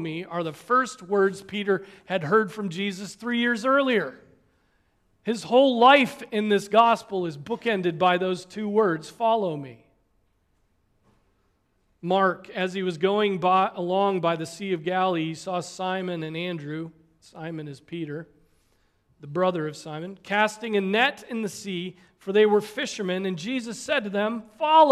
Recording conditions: large echoing room